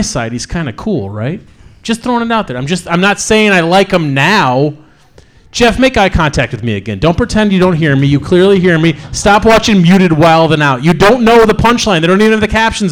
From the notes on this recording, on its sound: Live at the Looking Glass Lounge